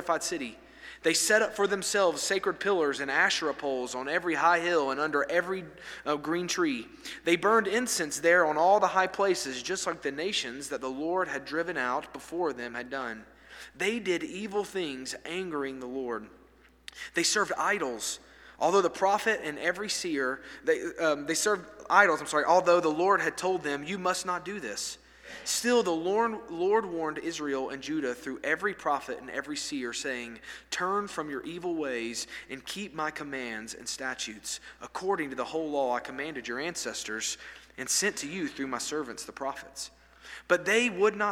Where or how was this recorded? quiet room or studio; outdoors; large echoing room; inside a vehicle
large echoing room